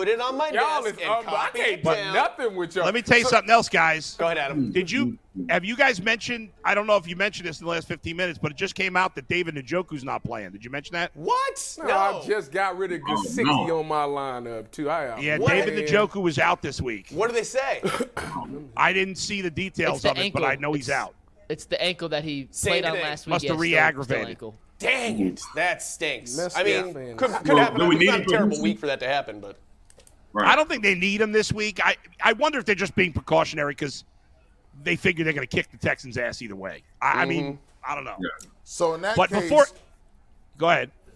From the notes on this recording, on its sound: the show live from The Clevelander Bar & Grill